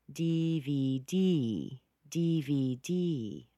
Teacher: Now, it's stressed because it's a noun, but what are we stressing the most? We're stressing that last D.